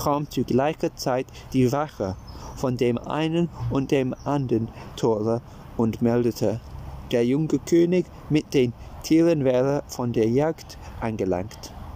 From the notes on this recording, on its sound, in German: Entschuldigung für die nervigen Hintergrundgeräusche; die heutige Folge wurde draußen aufgenommen.